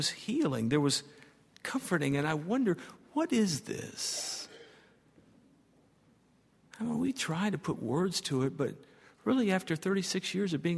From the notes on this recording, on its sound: at Highland Baptist Church.